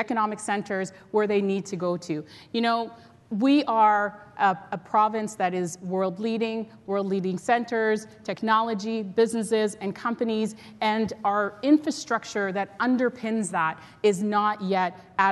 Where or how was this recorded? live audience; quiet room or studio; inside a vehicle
live audience